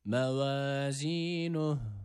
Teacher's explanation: Evet, burada duruyoruz. Durduğumuz esnada da mide boşluğundan gelen H harfi var.